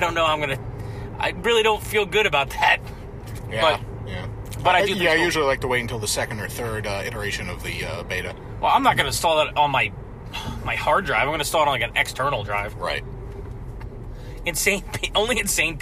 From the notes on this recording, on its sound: We recorded this on the car ride home from a movie, so the audio quality isn't great